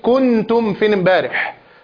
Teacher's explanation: يعني ندغم النون في التاء